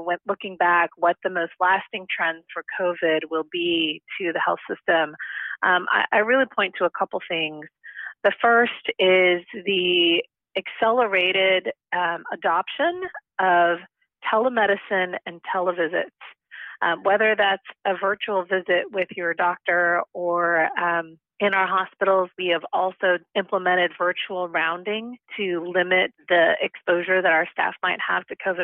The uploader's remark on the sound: The first part of the interview was recorded in our offices before Covid hit full-force. Joined us by phone for a current update in the second part.